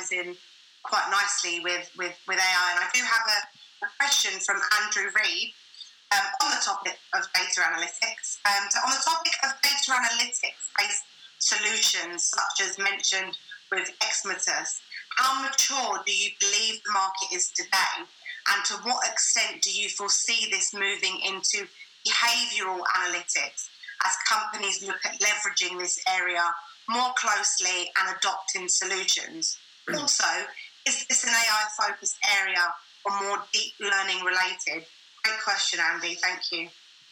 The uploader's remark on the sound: The Webinar was organised by Combined Intelligence and Templeton Partners .